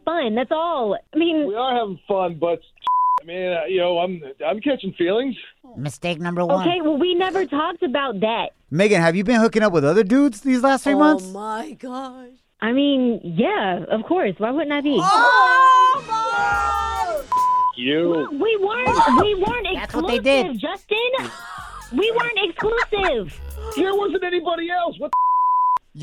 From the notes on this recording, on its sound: opened up the phone lines